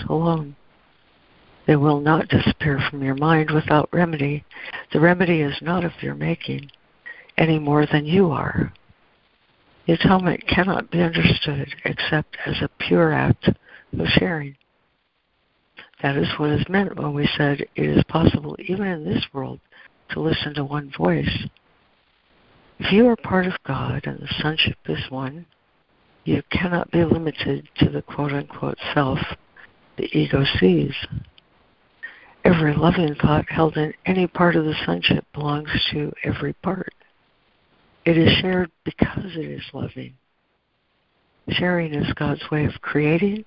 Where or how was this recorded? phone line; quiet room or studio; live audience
phone line